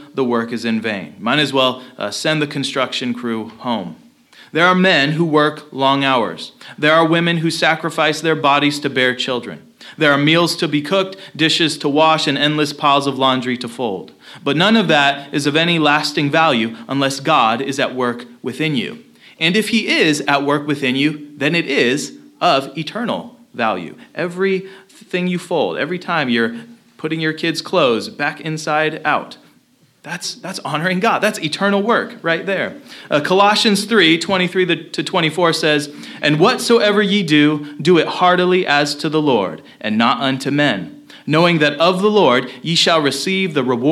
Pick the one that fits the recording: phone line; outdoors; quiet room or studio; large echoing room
large echoing room